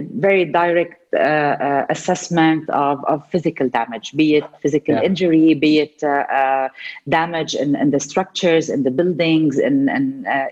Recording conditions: video call